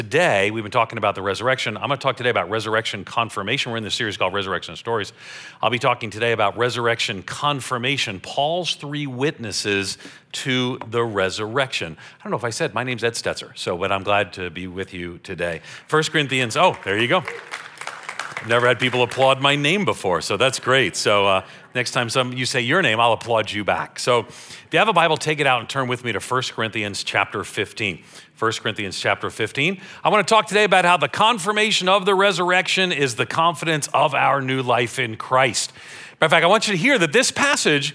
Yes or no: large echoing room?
yes